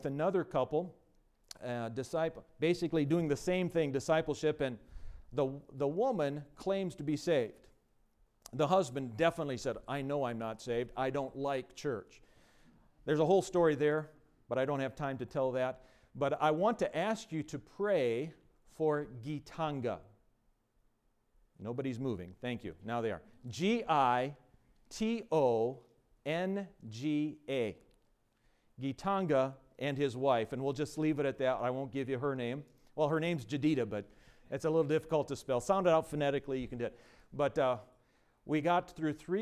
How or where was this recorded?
large echoing room